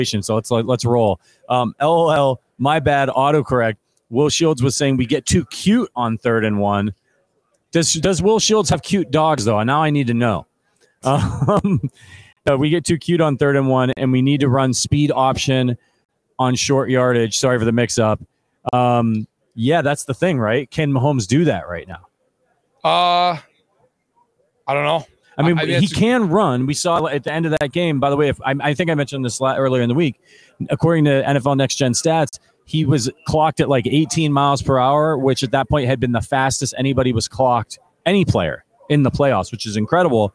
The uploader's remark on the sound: Live from Super Bowl LVII